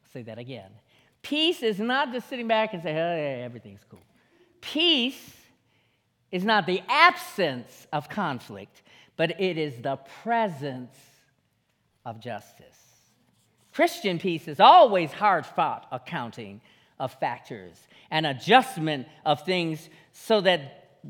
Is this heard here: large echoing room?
yes